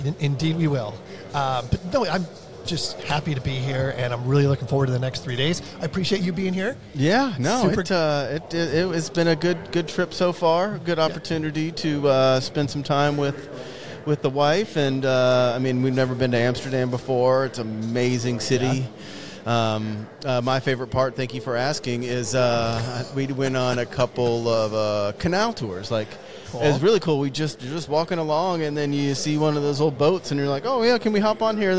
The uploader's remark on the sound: Day 1 of INTERGEO 2023 "LIVE" from Berlin!